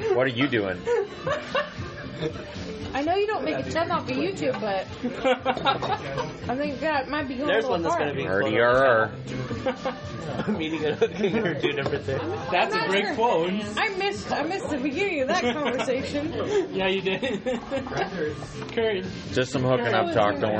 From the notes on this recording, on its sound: Just turned on my phone and hit record at Red Robin.